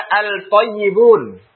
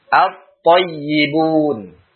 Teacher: Artinya lamnya tidak terbaca lagi. · Shown in: second take · Term: idgham